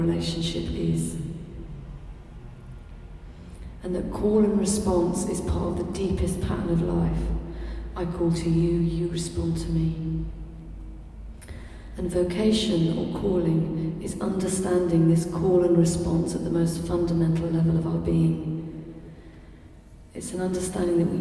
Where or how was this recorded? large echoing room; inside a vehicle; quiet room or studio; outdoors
large echoing room